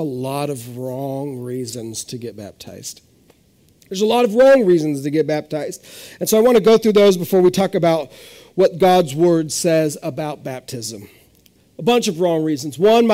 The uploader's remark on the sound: This is audio ripped from the Live Service video.